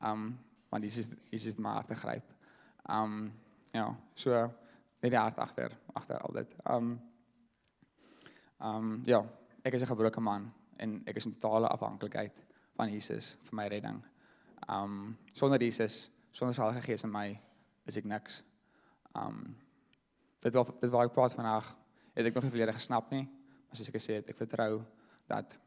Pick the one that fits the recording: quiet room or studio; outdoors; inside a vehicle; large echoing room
large echoing room